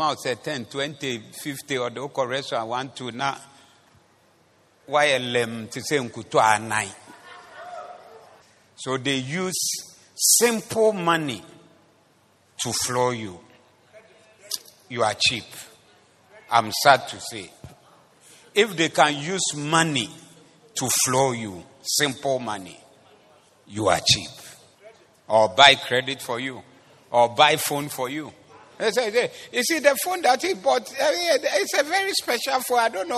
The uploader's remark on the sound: Preached at the Zeloo Service